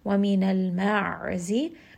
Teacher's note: ayn is going to be from the middle of the throat. It is a letter of tawassut, meaning the sound is going to stretch just a little bit, allow it to kind of roll around in the middle of the throat and give it its proper time.